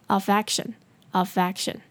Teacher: 这个 of, 的 F 跟 action 的 A 可以连在一起